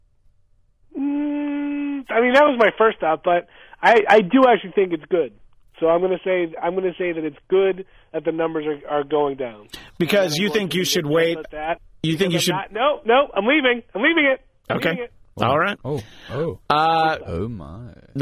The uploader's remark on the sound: via telephone